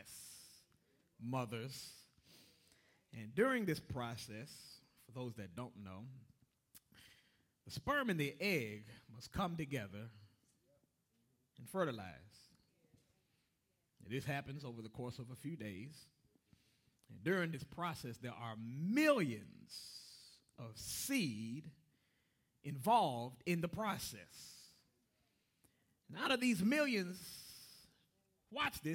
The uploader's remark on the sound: Broadcast Ministry of First Antioch Baptist Church